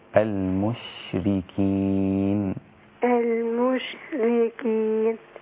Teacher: الشين الساكنة هي فيها صفة التفشي وليس صفة القلقلة